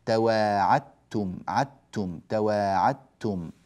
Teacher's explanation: فالدال تذهب ويكون النطق بتاء واحدة مشددة